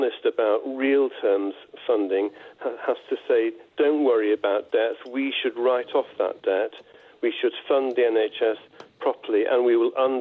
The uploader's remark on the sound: On the phone.